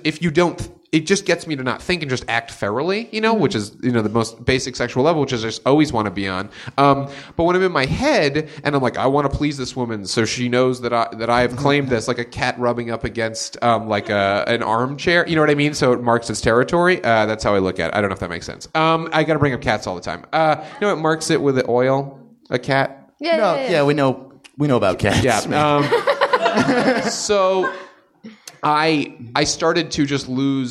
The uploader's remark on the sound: Recorded live at Nerdist Theatre.